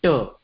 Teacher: तत्र यत् जिह्वा अस्ति तस्य स्पर्शं भवति मूर्धां भवति स्पर्शम्, अतः तस्य स्थानम् अस्ति मूर्धा · Term: टकारः